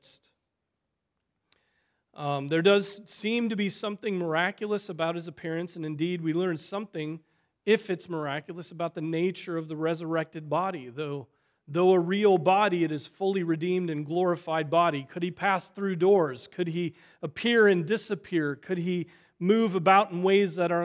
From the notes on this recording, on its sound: Preached on September 17, 2023 at Trinity Presbyterian Church ( Evangel Presbytery ) in Spartanburg, SC.